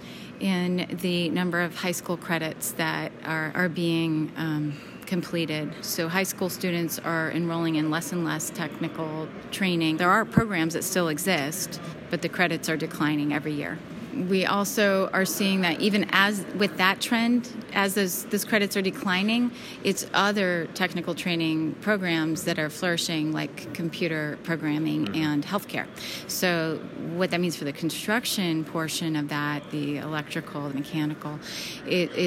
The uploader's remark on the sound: Live from the annual ASHRAE Conference and AHR Expo in Chicago. Live from the annual ASHRAE Conference and AHR Expo in Chicago.